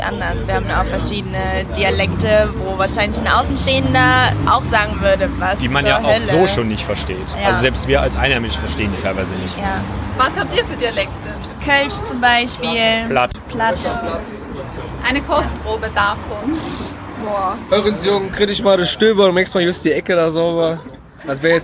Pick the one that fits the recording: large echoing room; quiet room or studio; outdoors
outdoors